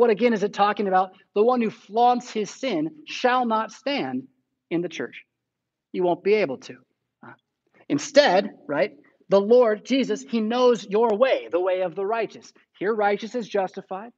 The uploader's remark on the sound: Preached at St Paul Lutheran Church, Rockford, Illinois on September 12, 2021.